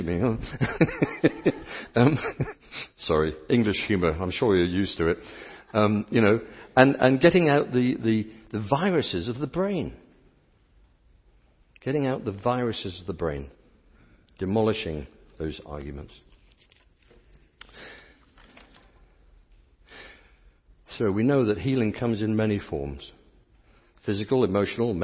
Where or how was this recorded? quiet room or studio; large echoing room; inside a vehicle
large echoing room